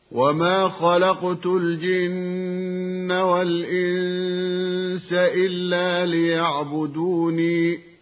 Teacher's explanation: يعقوب الحضرمي يثبت هذه الياء المحذوفة المقدرة وصلا ووقفا · Term: الياءات الزوائد